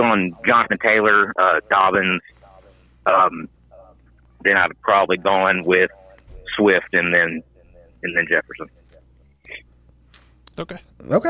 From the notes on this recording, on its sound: We ask some longtime listeners to call